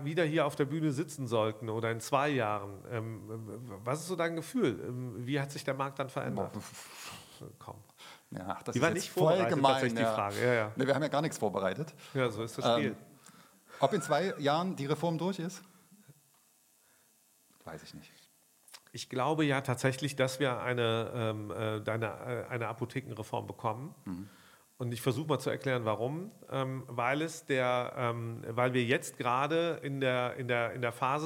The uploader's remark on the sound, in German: LIVE von der VISION.A 2023. Gleich zur Eröffnung der VISION.A Zukunftskonferenz am Dienstag im Kino International in Berlin.